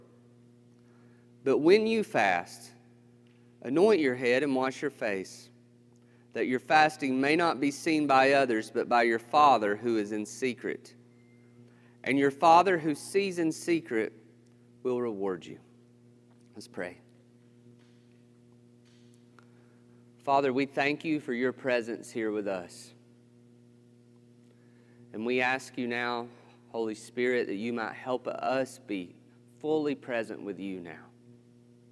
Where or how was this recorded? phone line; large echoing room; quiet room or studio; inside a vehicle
large echoing room